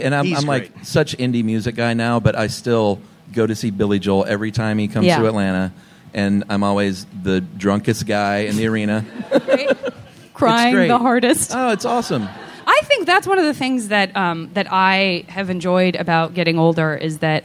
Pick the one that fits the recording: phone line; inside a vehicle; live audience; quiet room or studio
live audience